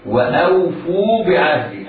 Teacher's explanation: الواو بعد الفاء حرف مد يمد مدا طبيعيا بمقدار حركتين